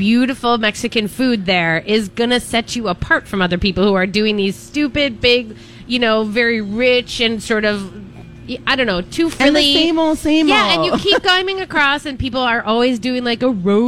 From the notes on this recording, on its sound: Live Broadcasting at El Burrito